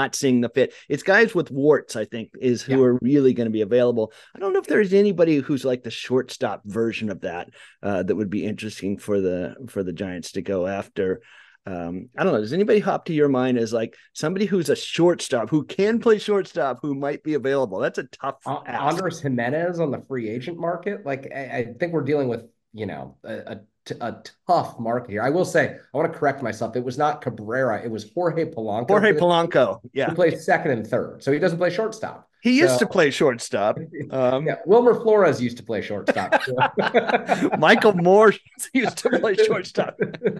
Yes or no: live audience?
no